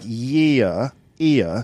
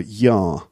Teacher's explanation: So anyway, I guess what I'm trying to get at is that instead of rounding those diphthongs, yeah. like year, ear, it sort of gets flattened and you get, you know, yar. · Shown in: second take